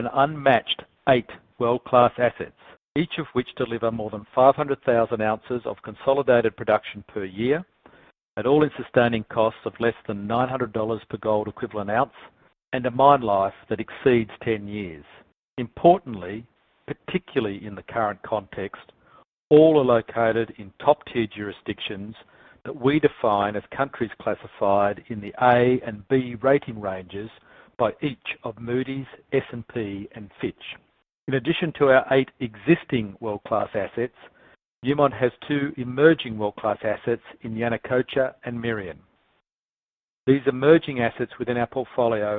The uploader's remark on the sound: excerpts from Newmont’s May 5, 2020, conference call